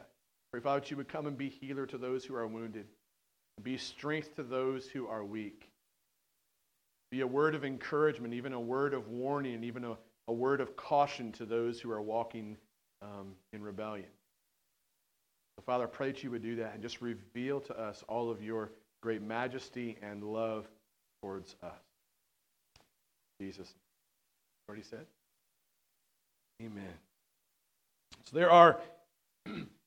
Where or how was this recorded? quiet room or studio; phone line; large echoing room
large echoing room